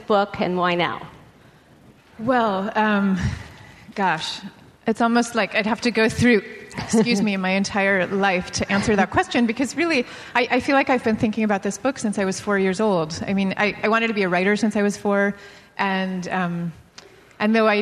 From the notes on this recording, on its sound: Live at Politics and Prose. Live at Politics & Prose is a co-production of Slate and Politics & Prose Bookstore in Washington, D.C.